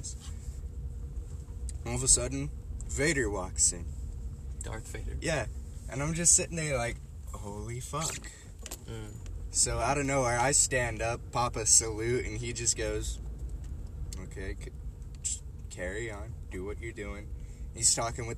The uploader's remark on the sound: in the car talking